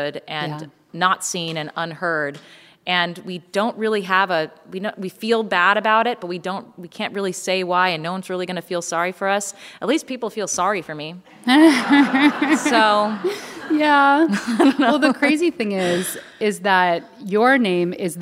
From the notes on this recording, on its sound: On stage in Seattle for a live podcast recording.